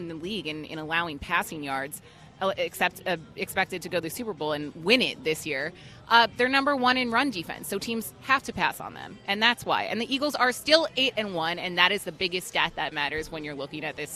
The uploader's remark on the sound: live at Parx Casino